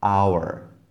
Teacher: ale keď to vyslovíme, hour. Prvý zvuk je a, samohláskový zvuk.